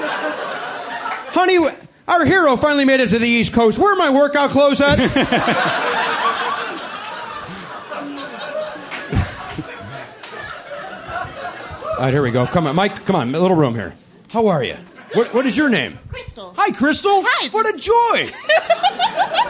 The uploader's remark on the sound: Recorded live at Helium Comedy Club in Philadelphia, PA.